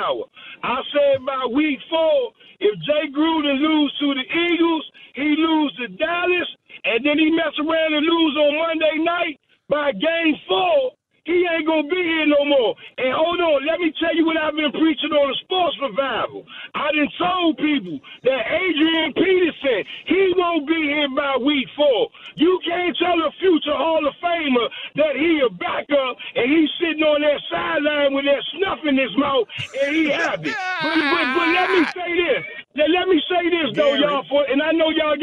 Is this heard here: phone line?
yes